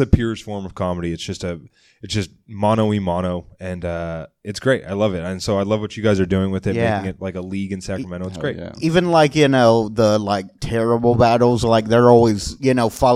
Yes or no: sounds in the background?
no